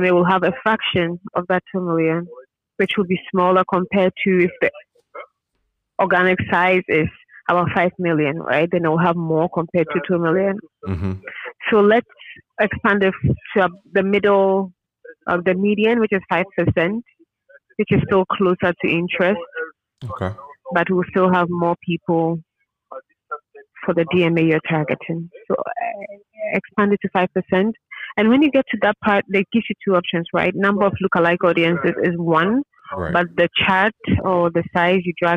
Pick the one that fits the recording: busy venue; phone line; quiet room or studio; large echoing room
phone line